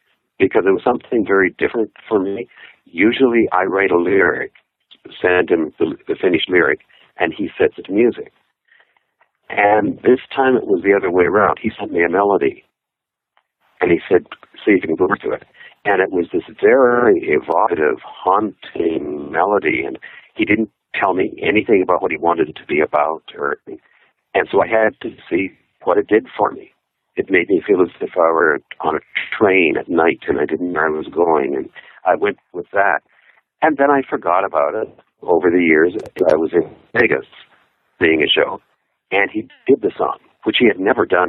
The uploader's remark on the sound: We’ll tell you right now, this was a phoner. That’s what we call a telephone interview, but the connection was not crystal clear.